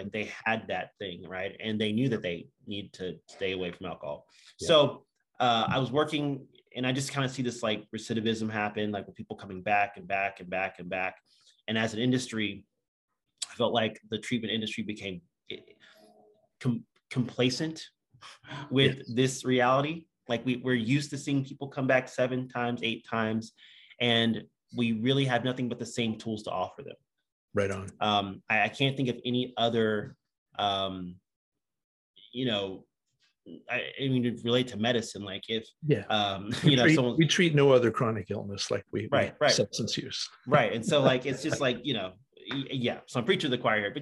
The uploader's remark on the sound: From Raleigh, NC & Austin, TX on Zoom.